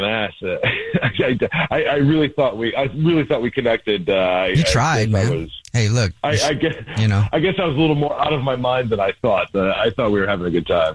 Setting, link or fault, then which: link, phone line